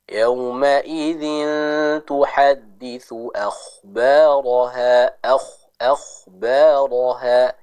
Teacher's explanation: Jadi kita baca dengan jelas makhraj tempat keluar huruf kho-nya sambil ditebalkan.